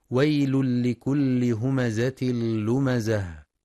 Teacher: ينتبه القارئ لإدغام التنوين في اللام إدغاما كاملا بغير غنة في ويل لكل، وكذلك في همزة لمزة، ويراعى بيان صفة الصفير في الزاي مع تحقيق كسر اللام المشددة والوقف على التاء المربوطة هاء ساكنة مع بيان صفة الهمس.